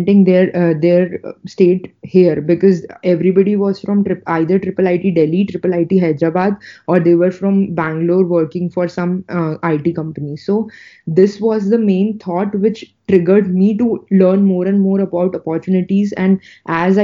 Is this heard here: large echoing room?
no